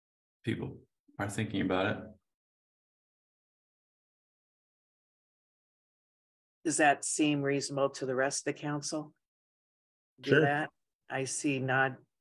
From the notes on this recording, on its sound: University Heights City Council Meeting of April 11, 2023 was held on Zoom.